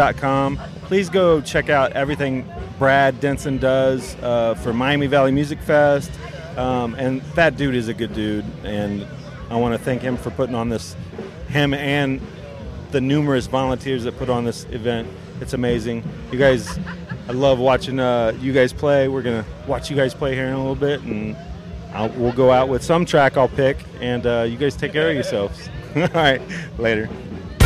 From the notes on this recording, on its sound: Recorded at Miami Valley Music Fest 2017 in Troy, Ohio.